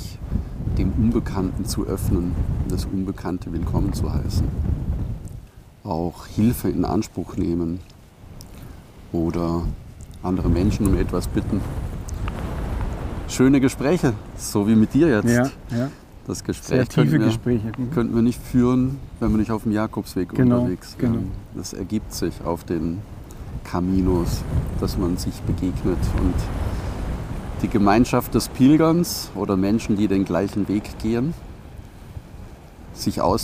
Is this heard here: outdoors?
yes